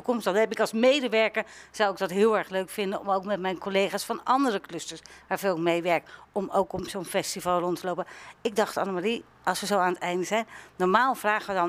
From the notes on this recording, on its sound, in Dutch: In deze podcast zijn we op bezoek bij het Fitfestival van cluster Dienstverlening.